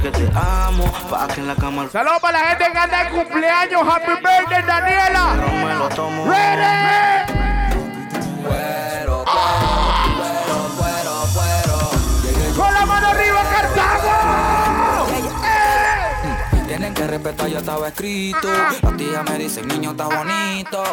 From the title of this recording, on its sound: LIVE AT CARTAGO BAR NEW YORK